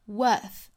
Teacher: 好不要发成 worthy 应该是 worthy 什么时候会发清辅音呢就是 w-o-r-t-h worth 这个词它的尾部是 th 的清辅音